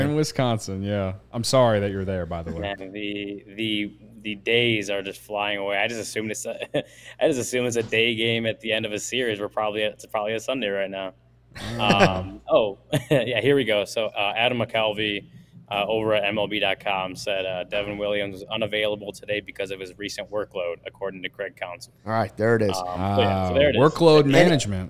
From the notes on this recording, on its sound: In studio. Live from American Family Field.